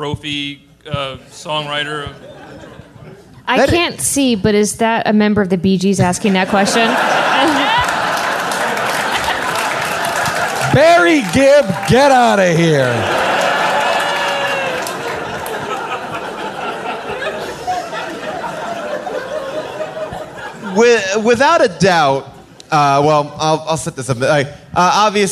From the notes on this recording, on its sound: Recorded LIVE at Largo in Los Angeles.